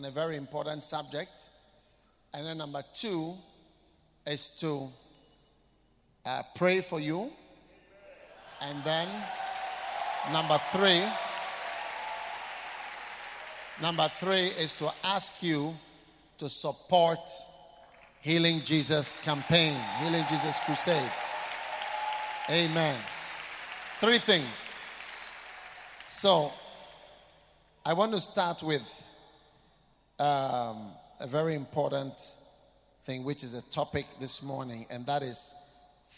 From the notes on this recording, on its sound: Preached at the Qodesh.